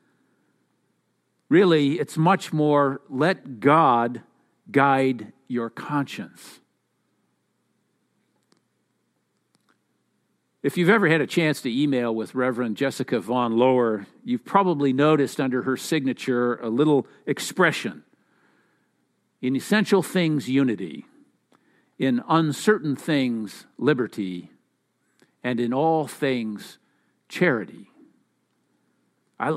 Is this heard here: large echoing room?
yes